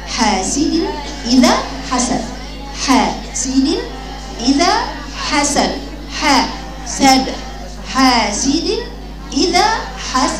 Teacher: افتح الحاء ومدي الحاء عشان بعدها مد